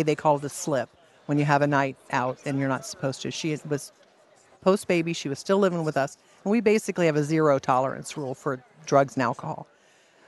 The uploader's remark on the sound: live at the 2023 LWML National Convention